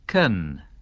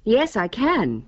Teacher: Can 是这样念的。 Can.肯，也就是说不重读，要念肯。 · Shown in: first take · Can you tell me?但是如果需要重读的话，就念 can，像在下面答句里的读法。